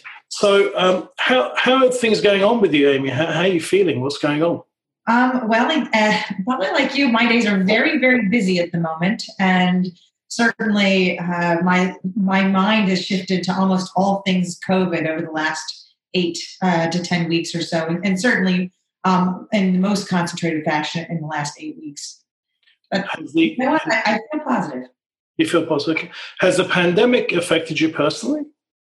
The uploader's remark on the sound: This is a special episode of a webinar